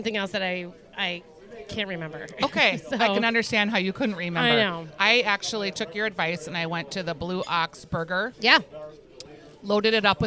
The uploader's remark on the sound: Live from the Salem Dining Hall